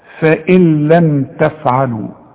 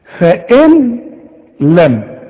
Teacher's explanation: اسقط النون من النطق · Term: النون الساكنة